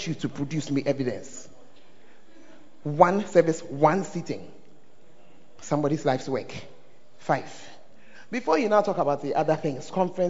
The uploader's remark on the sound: Preached At First Love Church Ayeduase; Charisma Service